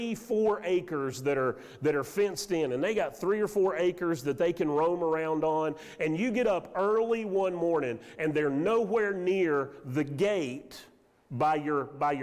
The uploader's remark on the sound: Sermon audio from Mission Church in Locust, NC.